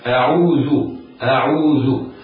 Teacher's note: وهنا أنبه على أمور هامة: همزة أعوذ همزة قطع مفتوحة مرققة، والعين مرققة، واو المد يحترز من تفخيمها، ويحترز أيضا من المبالغة في ترقيقها حتى لا تتشرب بصوت الياء، والذال حرف لثوي يخرج من طرف اللسان وأطراف الثنايا العليا